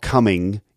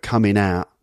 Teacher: So for an ing, it sounds like an N. · Shown in: second take